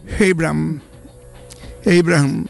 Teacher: H un pochino aspirata